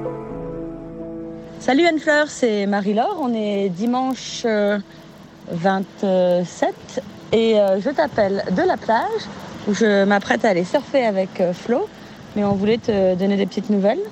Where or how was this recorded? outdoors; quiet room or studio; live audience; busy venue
outdoors